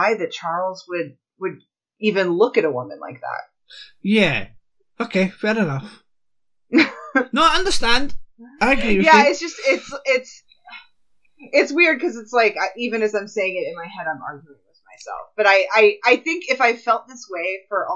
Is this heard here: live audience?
no